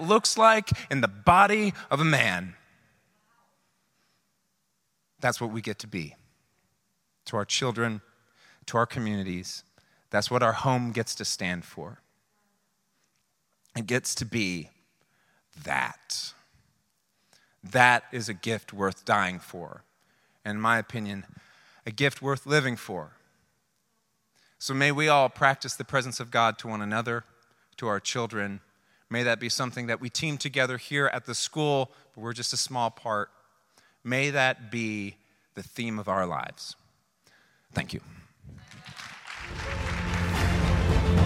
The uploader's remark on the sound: This speech was one of the most requested recordings from the event without a dry eye in the place.